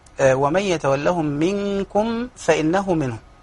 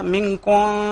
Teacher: الميم الساكنة إذا جاء بعدها فاء هنا يحدث إظهار · Shown in: first take · فبعض الناس يخفون الميم الساكنة نعم، ولم السكينة لا تخفى.